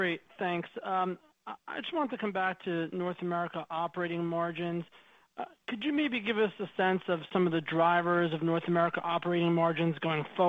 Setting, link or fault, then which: link, phone line